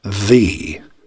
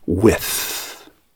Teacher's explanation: Voiced TH is the sound we hear in the. Unvoiced TH is the sound we hear in with.